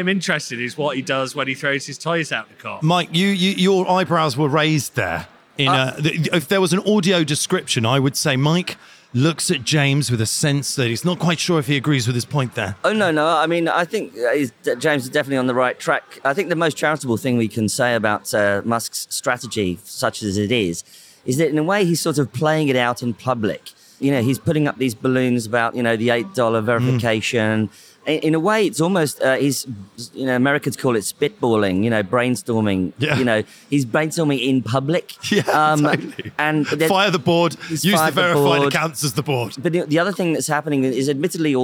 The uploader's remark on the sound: recorded this very special live edition of The New Conspiracist at Web Summit 2022